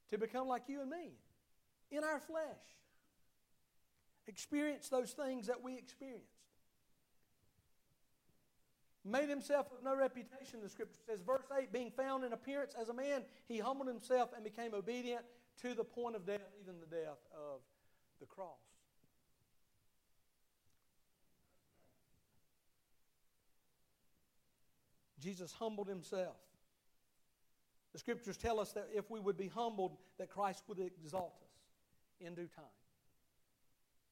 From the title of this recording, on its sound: Sunday morning service at Liberty Baptist Church